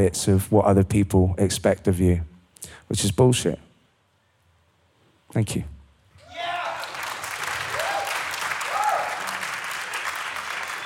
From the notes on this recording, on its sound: Live audience Q&A. This Q&A was recorded at the wonderful Barras Art & Design in Glasgow.